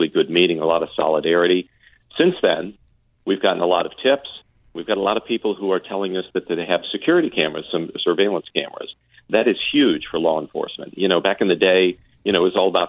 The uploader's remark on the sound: From Tampa Police Dept called in to give an update.